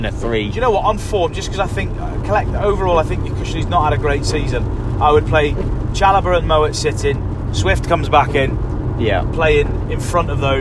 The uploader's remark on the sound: In this ramshackled, patched together poddy recorded on the journey back from the CBS Arena.